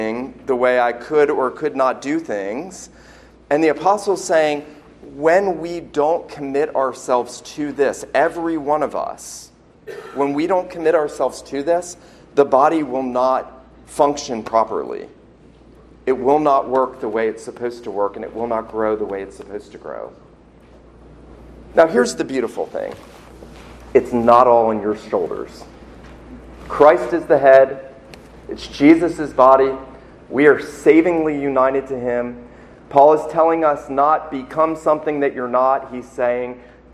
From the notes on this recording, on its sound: This sermon was preached at Christ Church Presbyterian in Charleston, SC on Sunday morning, October 13, 2019.